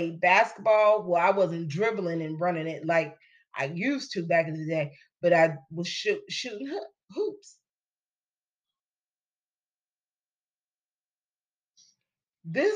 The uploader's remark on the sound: Church Service for October 9, 2022.